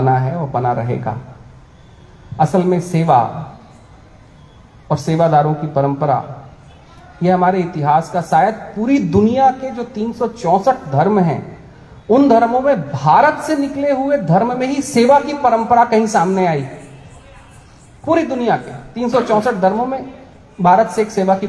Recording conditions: outdoors